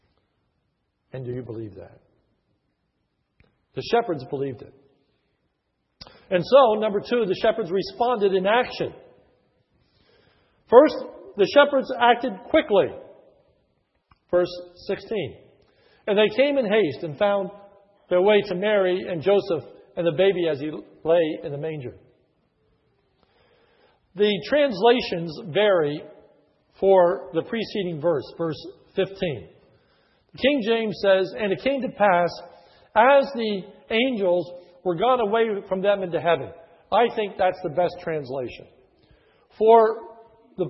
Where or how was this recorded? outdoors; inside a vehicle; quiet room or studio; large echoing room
large echoing room